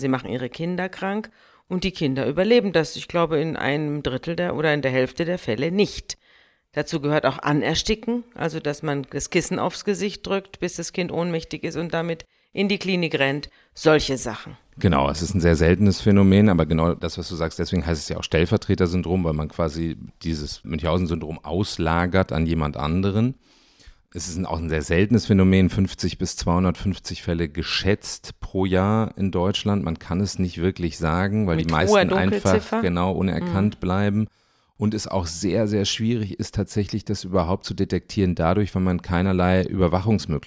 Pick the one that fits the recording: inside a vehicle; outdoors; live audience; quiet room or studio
quiet room or studio